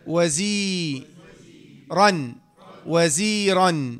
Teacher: راء فتحة، راء فتحة ألف مد عوض حركتان وقفا